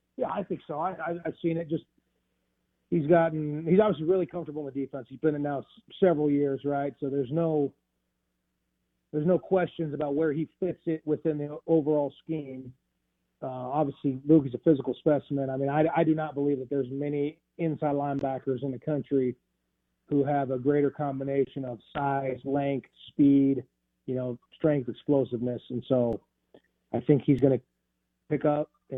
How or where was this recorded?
phone line